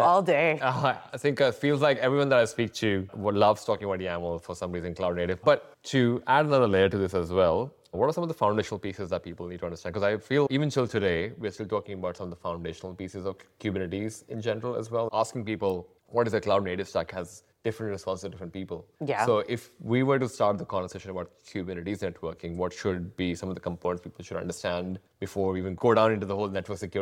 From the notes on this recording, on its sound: Interview was recorded at Kubecon NA 2023.